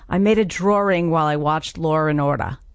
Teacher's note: the intrusive R, which is where you get an R sort of just stuck in the middle of places that never had one